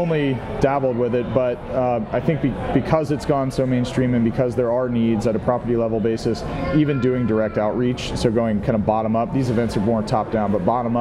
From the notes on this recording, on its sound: Live from IMN Multi Family Conference. At the 3rd Annual IMN Multi-Family Conference in Santa Monica, CA.